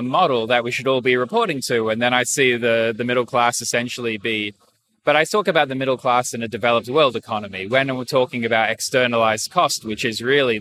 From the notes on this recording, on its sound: Join me from the conclusion of the Climate Investor Forum, held by Climate Zeitgeist, for this short interview with the Special International Guest